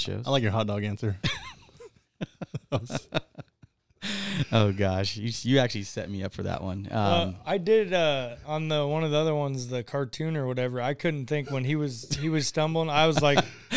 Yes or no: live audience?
no